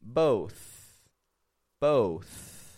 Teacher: when words end in a TH, we pronounce it like a unvoiced TH